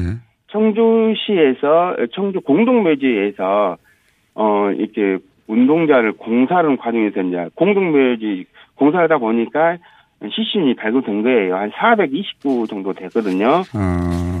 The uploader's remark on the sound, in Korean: 전화연결